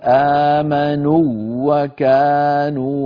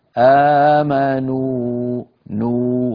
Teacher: يعني ما بيصح نقول آمنوا وكانوا، ما بيصح، وإنما نقول آمنوا نو هكذا ممطوطة بمقدار حركتين، آمنوا وكانوا يتقون. إذن هنا لا إدغام وإنما مد طبيعي لا بد منه · Shown in: second take